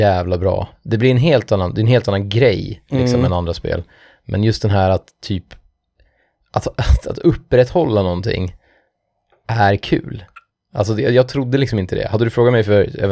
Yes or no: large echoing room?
no